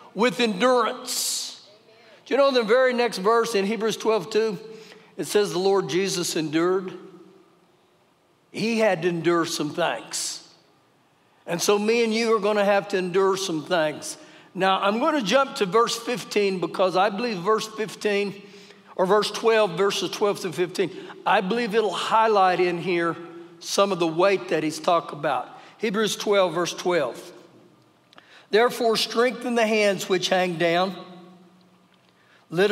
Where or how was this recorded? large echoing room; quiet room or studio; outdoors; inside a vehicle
large echoing room